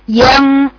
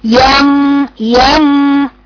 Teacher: لساني هو عند النون عند طرف النون، بس بعد كده خلي بالك ان انا برفع لساني عشان اجيب كاني هجيب قاف. يام يام، علشان كده الغنه بتيجي معاها مفخمه.